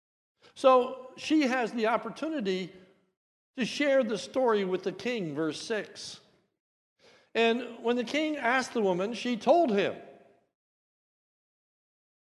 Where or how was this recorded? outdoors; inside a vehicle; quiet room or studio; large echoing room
large echoing room